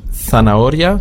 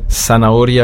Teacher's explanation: Das Z wird ausgesprochen auf dem Festland wie ein TH · Shown in: first take · zanahoria, die Möhre, beziehungsweise zanahoria hier auf den Kanaren und in ganz Südamerika.